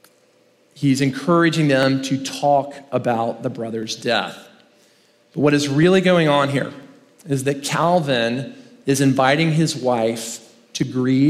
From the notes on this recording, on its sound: In this first main talk from the Rooted 2023 conference in Franklin, Tennessee